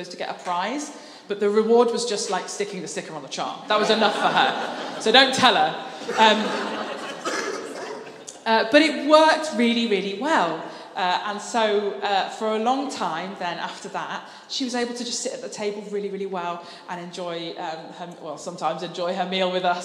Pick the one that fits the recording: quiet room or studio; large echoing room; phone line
large echoing room